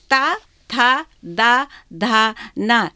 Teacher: अब ता वर्ग पे आते हैं तो दांत मिलते हैं, तो ता थ द ध न, ये दंती है।